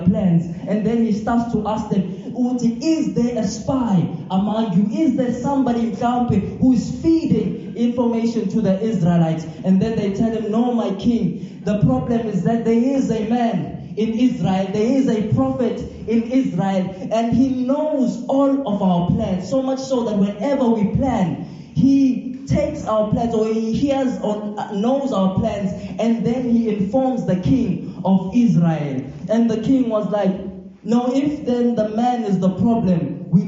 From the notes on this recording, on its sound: This Sermon was recorded live at Montclair SDA.